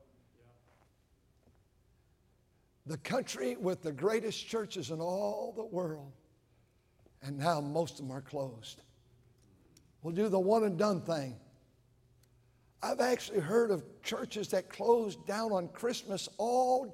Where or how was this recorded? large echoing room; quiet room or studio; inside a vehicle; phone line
large echoing room